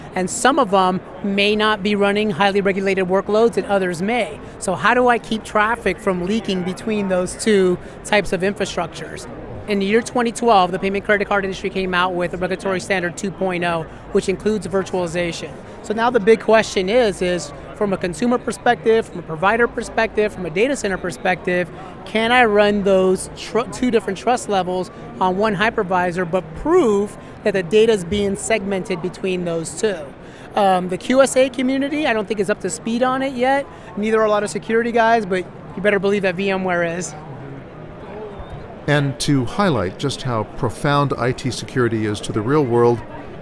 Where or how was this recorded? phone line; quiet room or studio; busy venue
busy venue